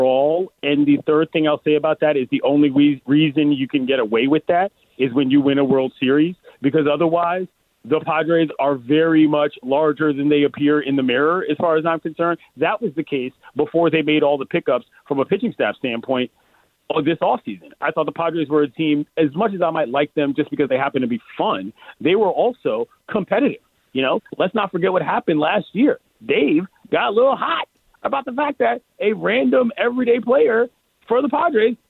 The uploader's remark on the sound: calls in the show